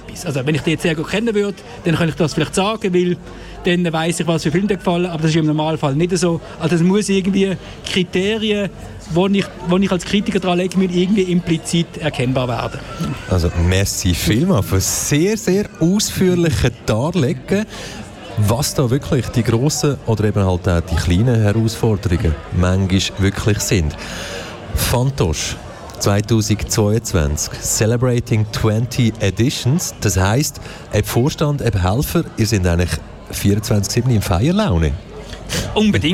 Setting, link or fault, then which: setting, busy venue